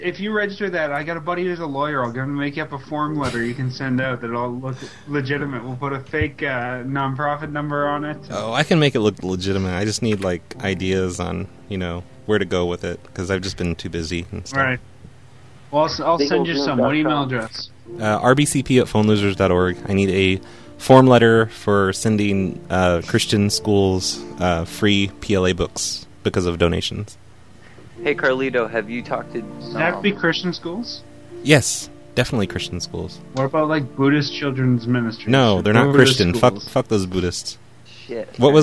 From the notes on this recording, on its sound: Prank Phone Calls